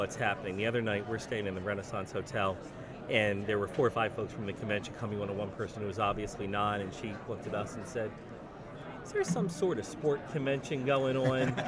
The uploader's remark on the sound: Live from SHAPE Nashville Day 2!